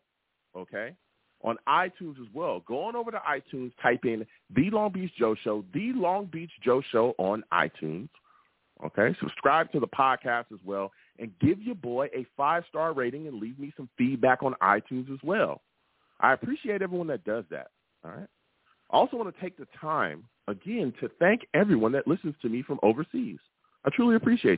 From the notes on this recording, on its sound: I take live callers!